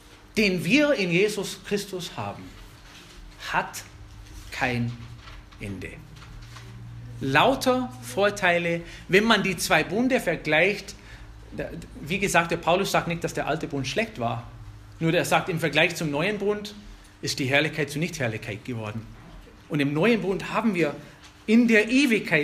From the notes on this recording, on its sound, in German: Eine Predigt aus der FBG Oberpfraundorf